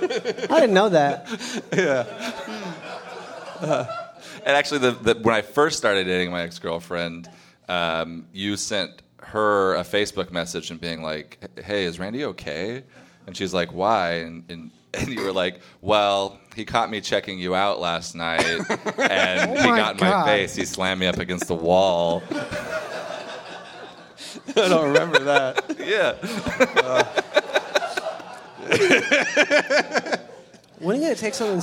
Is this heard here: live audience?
yes